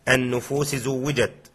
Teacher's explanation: والسين تدغم في الزاي في النفوس زوجت، النفوس زوجت فقط، وفي الشين في الرأس شيبا فقط، لكن بخل، لكن بخلف عنه فيه.